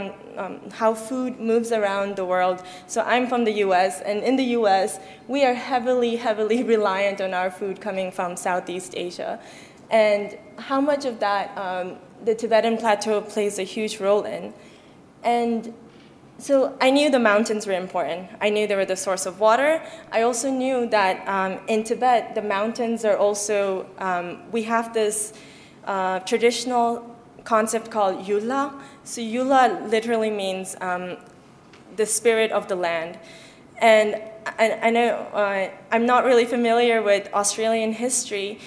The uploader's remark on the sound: In this public lecture